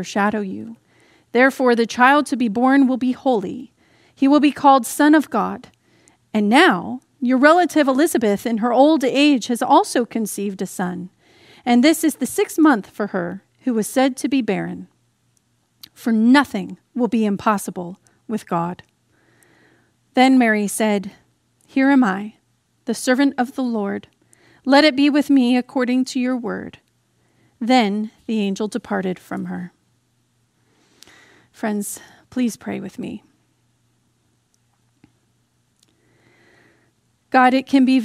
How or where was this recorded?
large echoing room